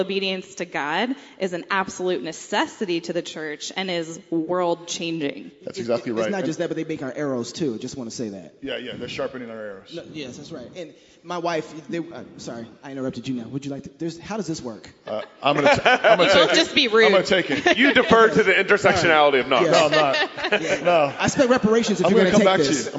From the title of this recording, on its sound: CrossPolitic and Sheologians Live at ReformCon